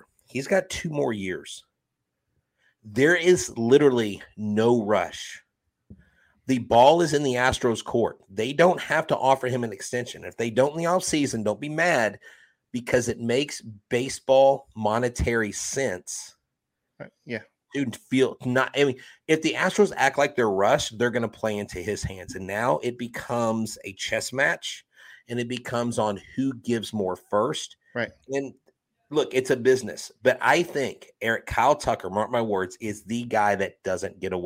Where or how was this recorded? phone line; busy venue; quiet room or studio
quiet room or studio